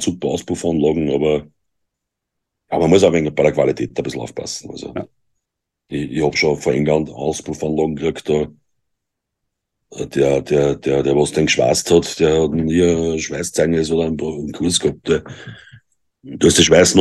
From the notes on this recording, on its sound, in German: Wir haben uns über Zoom getroffen!